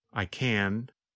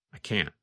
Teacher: When we say the positive form, we pronounce the letter N longer. The N sound, N, N, N, lasts longer than in the negative form.